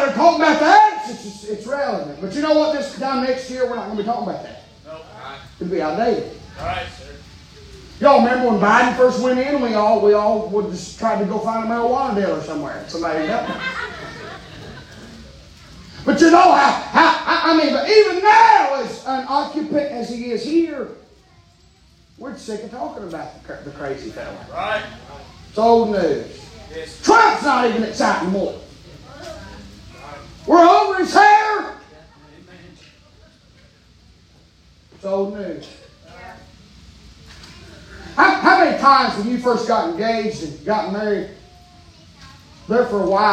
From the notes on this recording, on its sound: preaching Live from Still Water Baptist Church